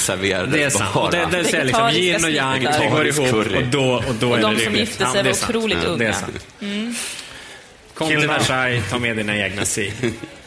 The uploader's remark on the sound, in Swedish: Avsnittet är inspelat på världens största rosévinsfestival. Almedalsveckan.